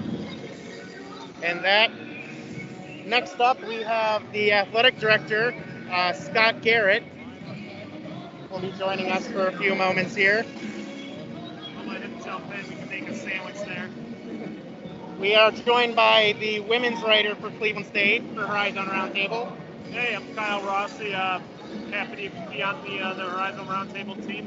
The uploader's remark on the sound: record live from Cleveland State’s VIKEtober basketball showcase